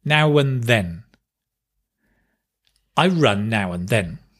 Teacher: The and becomes an, and it's now when.